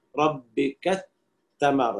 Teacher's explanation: فيقرأ بإدغام الكاف في التاء. طبعا هنا ربك التمر، طبعا بيشدد التاء الأولى ربك التمر، كما نقرأ للبزي عن ابن كثير ولا تنابزوا بالألقاب مثلا في المواطن التي يقرأها بالتشديد في التاء.